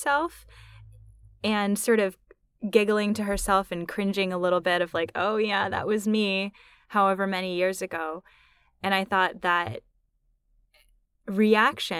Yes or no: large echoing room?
no